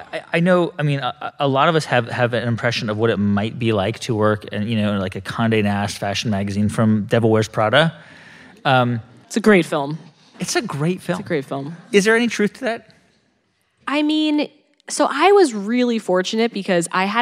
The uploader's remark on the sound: Recorded live in New York City.